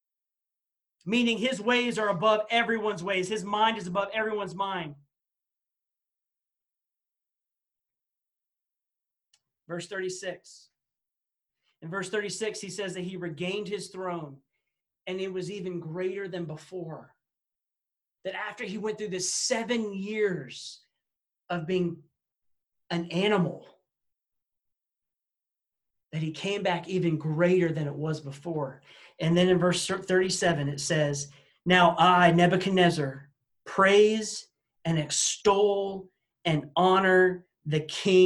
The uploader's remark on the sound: This message was presented on Wednesday August 12, 2020 during our Zoom Student meeting for Baymeadows Baptist Church.